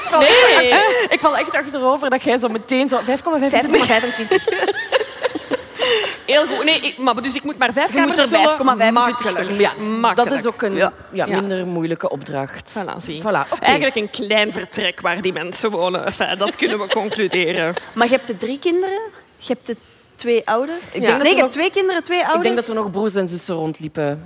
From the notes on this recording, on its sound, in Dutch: live vanop het DS Podcastfestival in Oostende